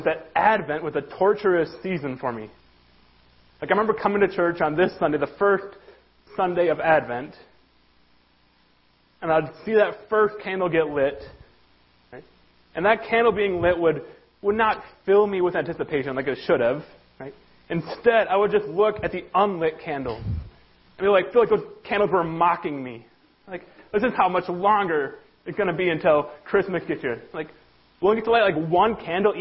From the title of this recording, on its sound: Worship Service - Audio